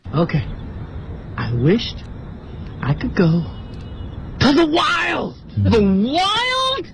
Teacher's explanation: 我们看一共三处停顿啊，明显的停顿是在 wished 和 go 的后面啊